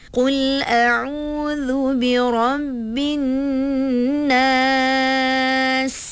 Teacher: Kena bunyi desiran pada sin tu.